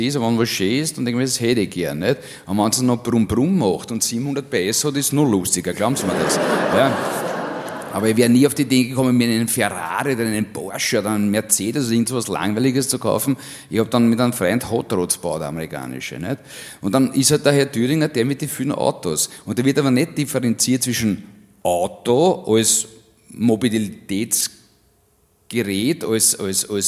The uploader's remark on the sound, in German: Auf dem roten Stuhl LIVE SHOW